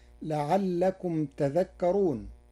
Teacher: قرأ ورش كلمة تذكرون بتشديد الذال، فتصير لعلكم تذكرون، فأصلها تتذكرون، فأبدل التاء الثانية ذالا وأدغمها في الذال بعدها.